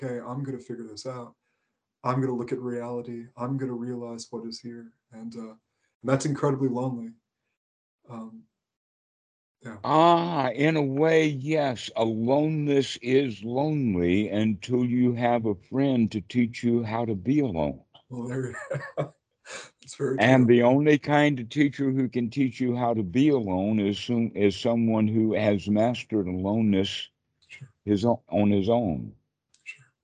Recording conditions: video call